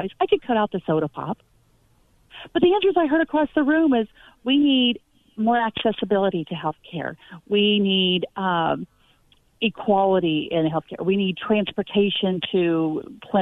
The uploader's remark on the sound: by phone